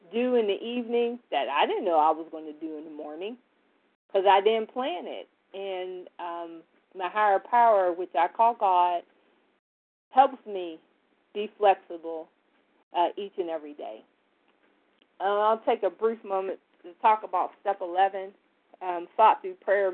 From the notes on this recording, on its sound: from the 100 Pounders Phone Meeting